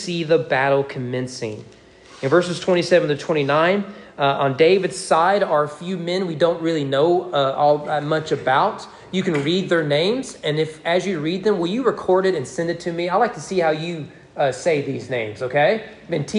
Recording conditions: large echoing room